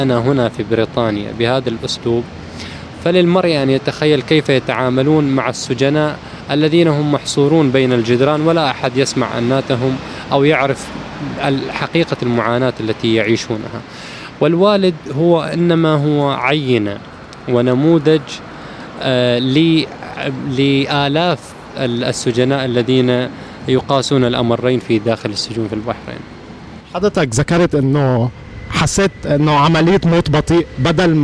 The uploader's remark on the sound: Camped outside the Bahraini embassy in London. On the sidewalk outside the embassy.